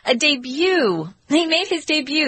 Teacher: It's a French word, so we're keeping the French pronunciation. They tend to leave off the final consonant in words.